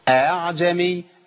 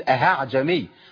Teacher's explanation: اخلي الهمزة بين الهمزة والالف، بين الهمزة واصل حركتها · Shown in: first take · أعجمي بعض الناس بيقولها خطا، بيقول اهاعجمي، ما عنديش هاء، هي بين الالف وبين الايه الهمزه. · Term: التسهيل